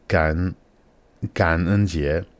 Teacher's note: gan, third tone, en, fourth tone, jie, second tone.